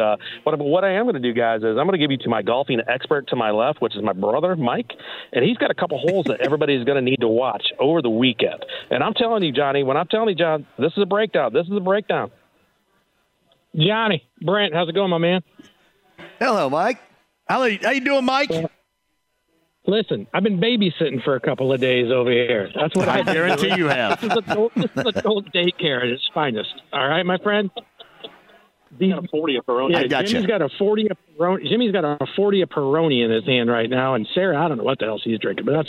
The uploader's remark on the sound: Call in from Rome ahead of the Ryder Cup to give a golf update!